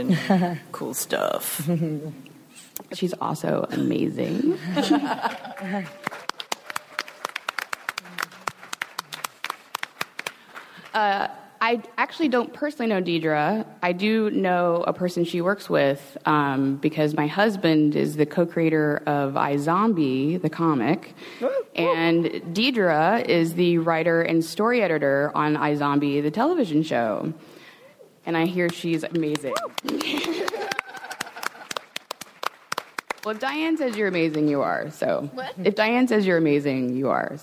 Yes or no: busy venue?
yes